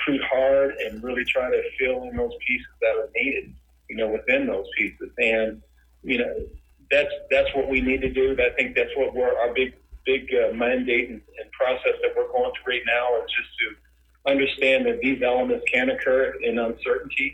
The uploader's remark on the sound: Conference call with the media, and then plays the whole thing from start to finish.